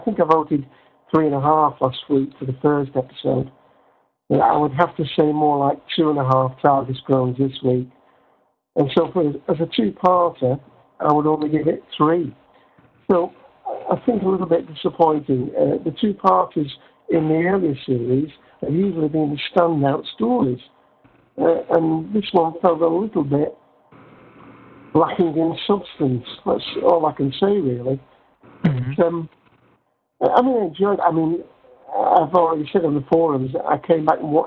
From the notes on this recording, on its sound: With live listener feedback. Recorded live on the net via TalkShoe on Sunday, 29th of April 2007.